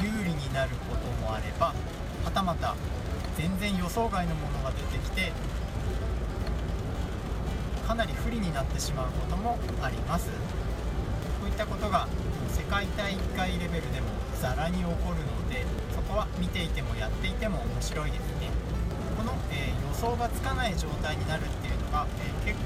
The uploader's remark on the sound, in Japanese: 雨天、運転中の録音だったため、いつも以上に雑音が多いです